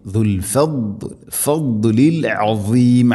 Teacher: ദാദ് സ്വാദിന് പുള്ളിയിട്ട ദാദ് നാവിൻ്റെ ഏതെങ്കിലും ഒരു സൈഡ് അണപ്പല്ലുകളോട് ചേർന്ന് ഹെവി ആയിട്ട് സ്വരഭാരത്തിൽ ഉച്ചരിക്കും. ദുൽ ഫദ്ലിൽ അസീം അസീം.